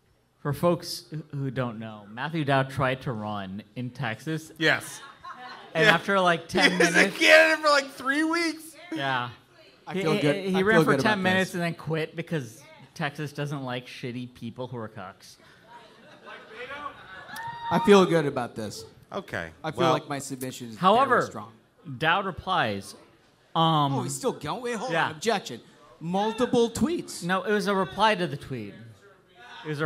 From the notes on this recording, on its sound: The variety progrum hosts a live show for sold out audience in DC!